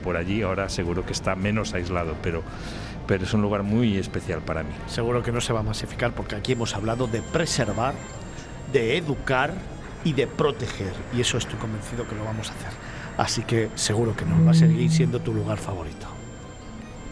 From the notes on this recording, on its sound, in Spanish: Programa emitido el 22.01.22 en Capital Radio. Desde la feria internacional de turismo del IFEMA de Madrid, FITUR2022, grabamos este especial FITUR.